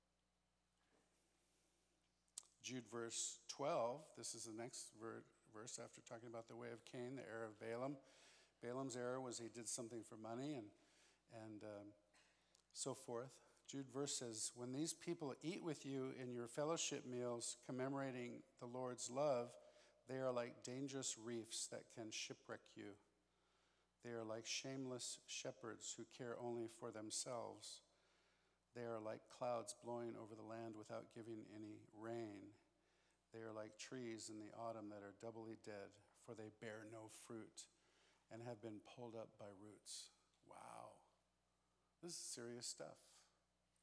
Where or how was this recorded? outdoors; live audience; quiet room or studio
live audience